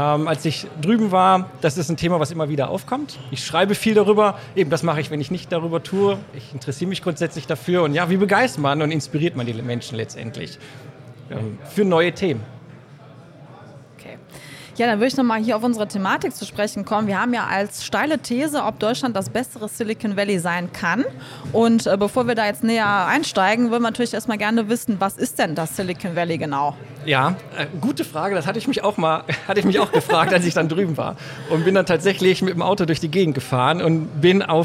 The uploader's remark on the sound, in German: LIVE vom DIT 2023